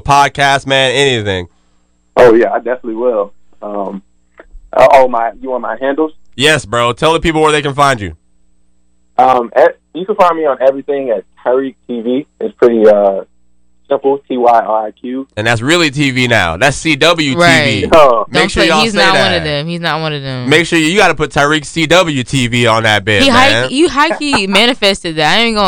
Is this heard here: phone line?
yes